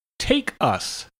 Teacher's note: Connect the K sound with the later word, take us, so that they almost sound like one word.